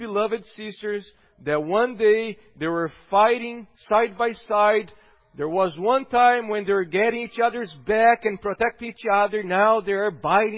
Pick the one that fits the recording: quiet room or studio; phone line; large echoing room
large echoing room